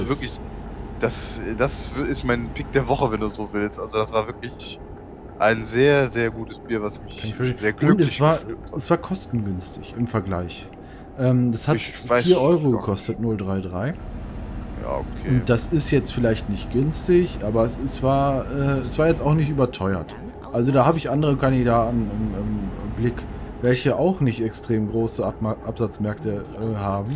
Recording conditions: background noise